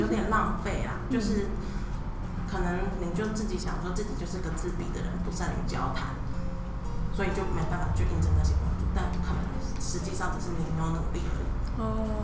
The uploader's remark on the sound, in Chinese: 錄製時天氣下雨打雷，很抱歉真的修不掉，請大家幫忙自動過濾背景音。